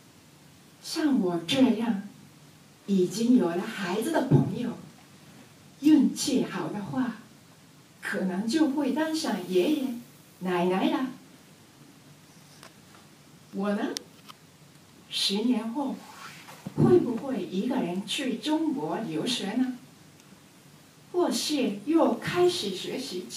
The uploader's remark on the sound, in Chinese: 来自海的声音和中文演讲比赛的现场录音 第一位选手的演讲没有录全。